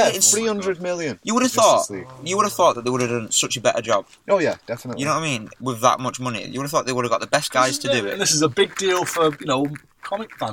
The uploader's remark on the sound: get together in the car